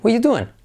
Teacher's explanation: Fijaos en el R, como me salto el R.